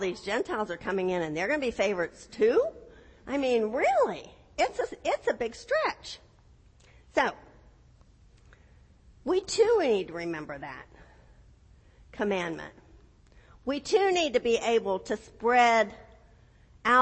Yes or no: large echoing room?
yes